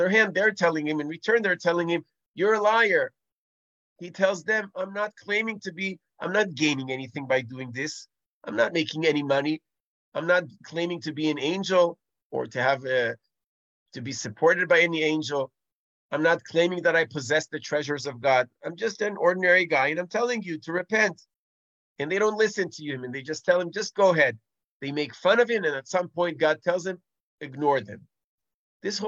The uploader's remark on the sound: This audio was originally captured from Zoom